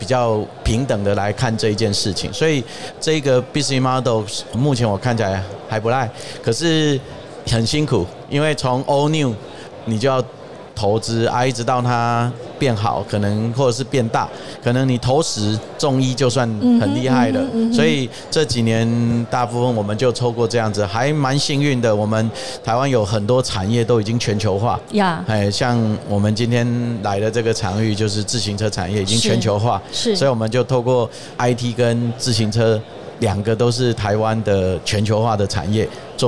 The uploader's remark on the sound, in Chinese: 2022 Taipei Cycle台北國際自行車展-Live Podcast